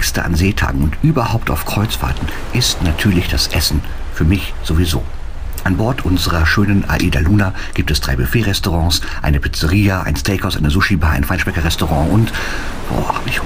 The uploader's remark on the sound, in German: Fährt mit der AIDAluna von Kiel nach New York und meldet sich jeden Tag live vom Schiff mit seinem Logbuch.